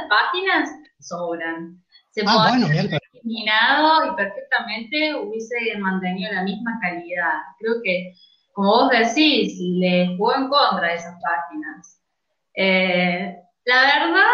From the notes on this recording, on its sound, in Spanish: La hicimos usando #jitsi y con transmisión en vivo por #youtube